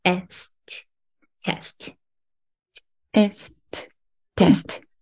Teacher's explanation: 私たちは無意識のうちに余計な母音を入れて言いやすい感じにしてるんですね